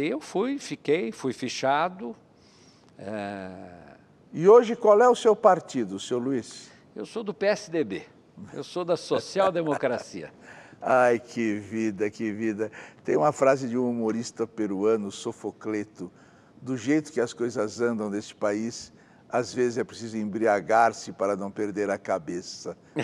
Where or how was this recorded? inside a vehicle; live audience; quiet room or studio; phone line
live audience